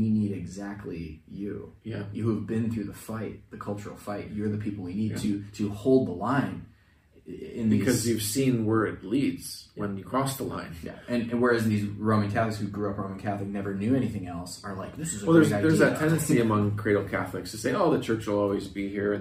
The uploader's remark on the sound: Apologies for the audio quality!—we had technical difficulties that required us to use the camera mics this time around